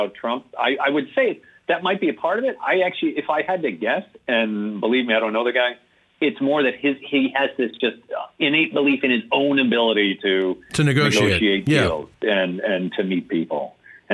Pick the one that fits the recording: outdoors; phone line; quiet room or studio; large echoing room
phone line